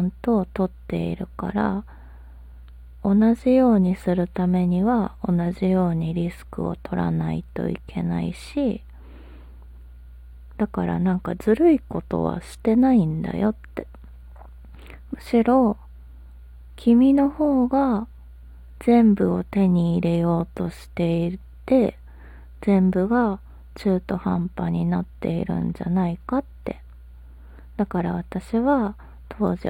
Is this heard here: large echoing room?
no